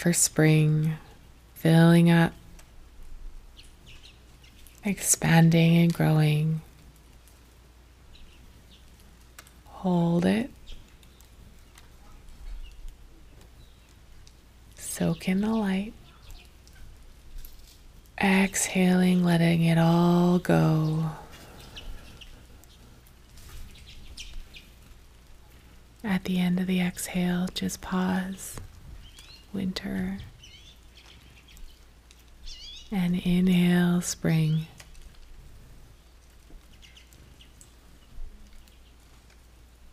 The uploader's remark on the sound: Today's episode brings the forest to you with winter bird sounds recorded under big beautiful trees.